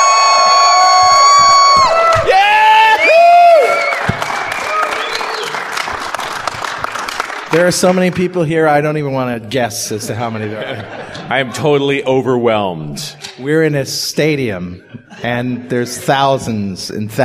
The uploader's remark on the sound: In front of a live audience. Visual Studio 2010 Road Trip in Phoenix, AZ.